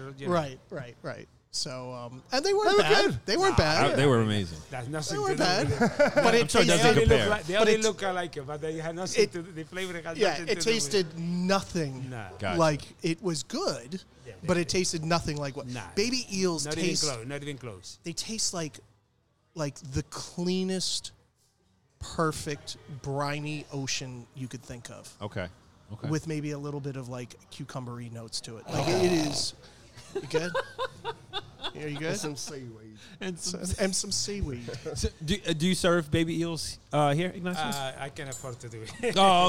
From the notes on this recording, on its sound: Table side chat. This podcast was recorded live at Ibizia Kitchen in Chappaqua, NY .